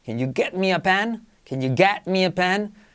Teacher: Esa E de get tiende a una A